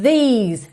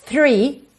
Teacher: atenção aí com essas palavrinhas com TH, these, vocalizado, three, sem voz, ok? Só arzinho.